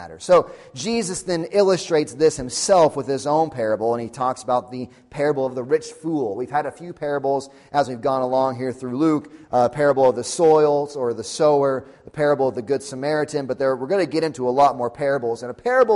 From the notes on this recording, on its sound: Sunday Morning Sermon Audio